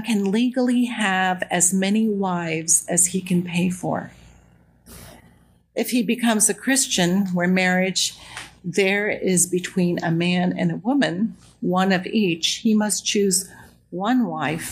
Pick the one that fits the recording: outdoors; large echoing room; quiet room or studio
large echoing room